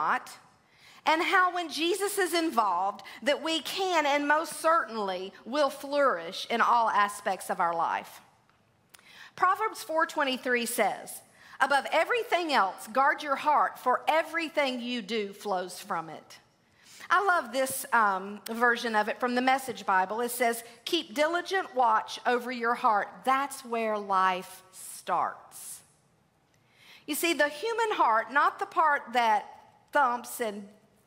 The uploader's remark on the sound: LIVE! February at the Gathering 2023. Please enjoy this recording from our live at the Gathering Event.